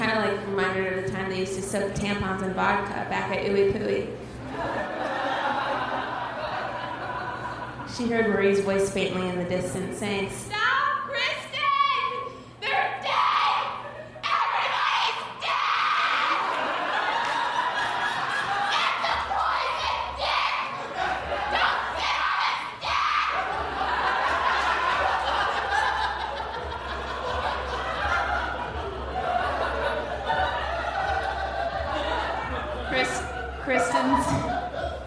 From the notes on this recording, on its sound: Recorded May 8, 2015 at the Bridgetown Comedy Festival in Portland, OR